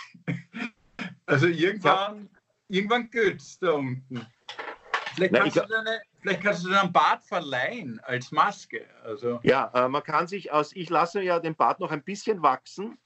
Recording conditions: video call